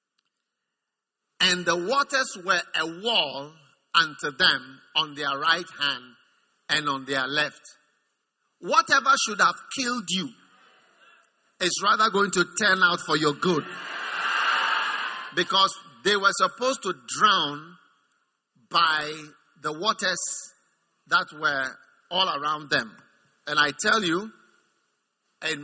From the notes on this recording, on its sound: Preached at the First Love Center, Accra.